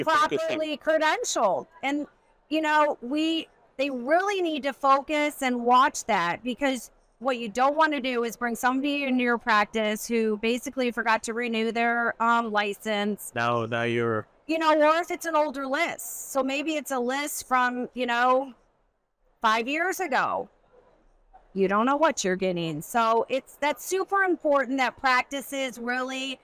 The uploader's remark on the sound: live from the Hinman Dental Congress